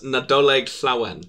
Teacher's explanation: you stress the penultimate syllable